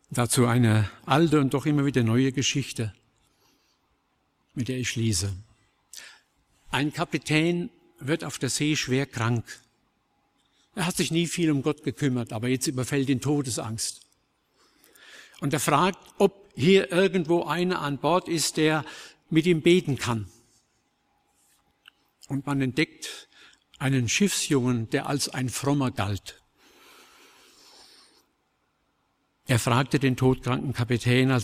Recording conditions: large echoing room